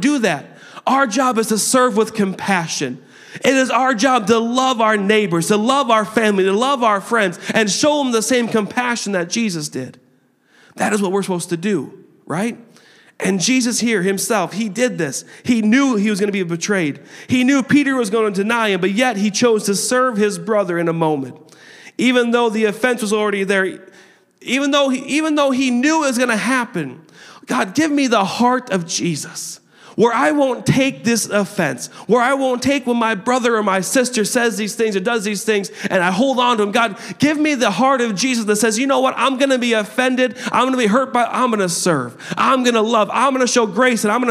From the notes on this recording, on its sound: a service recording from Connect Point UPC